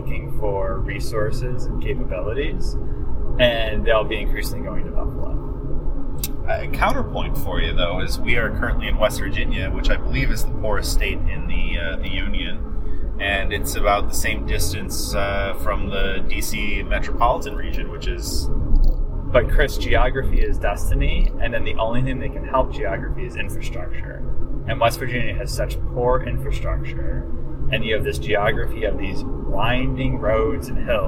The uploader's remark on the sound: While driving through a bisected plateau in West Virginia.